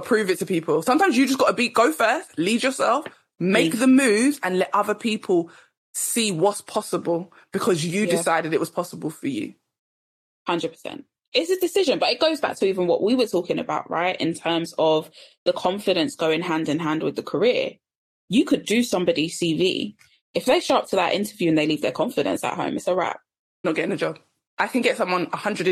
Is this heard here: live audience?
no